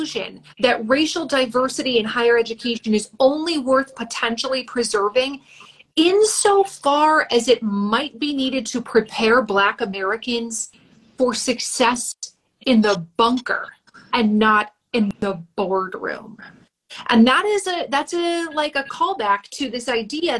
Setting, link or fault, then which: link, video call